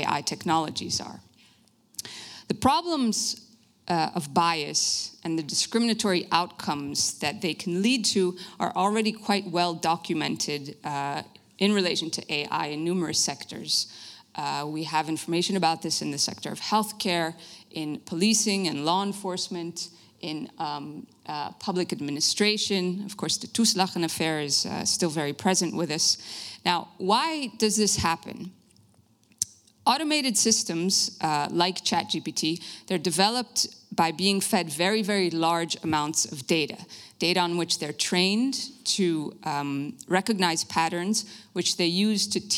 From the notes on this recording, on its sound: Lecture at Denkwerk Festival. De Lindenberg.